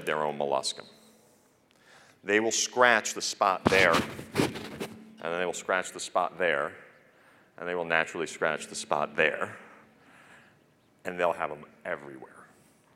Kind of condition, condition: setting, large echoing room